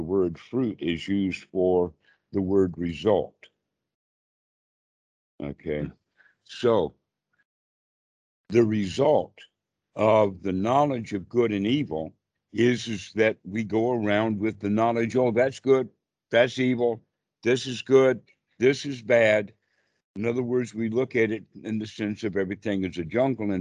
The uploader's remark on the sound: skype calls on this channel